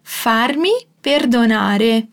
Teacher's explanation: Atenção ao som do R, che dà aquela vibradinha, né? Farmi perdonare.